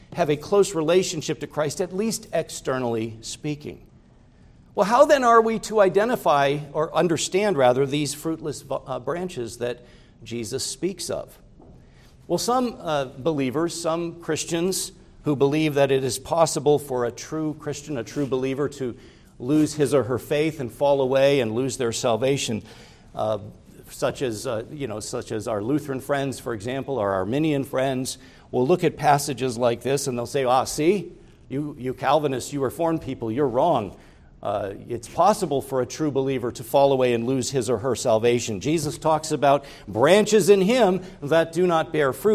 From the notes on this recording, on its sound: preached at Grace Orthodox Presbyterian Church in Sewickley, PA, during the morning Worship Service